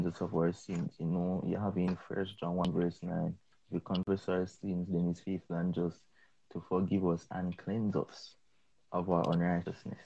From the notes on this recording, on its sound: part 2 of an Instagram live stream